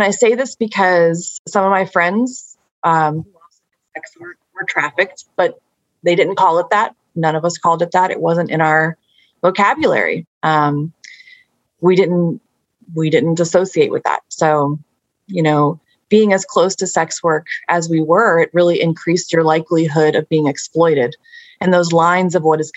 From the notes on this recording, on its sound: We recognize there are some impurities that come with recording over video communications and we are thankful for the law school team’s efforts around editing these episodes.